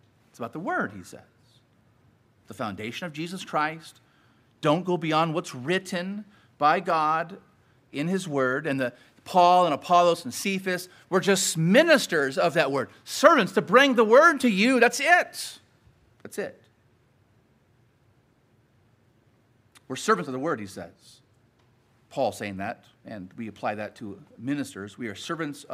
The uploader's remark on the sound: Sermon preached at Grace United Reformed Church